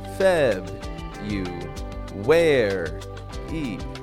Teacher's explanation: No R, but I do add kind of like a W.